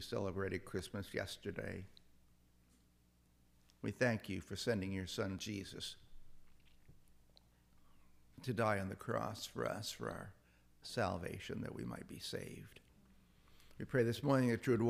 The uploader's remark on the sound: This is the audio from the entire service.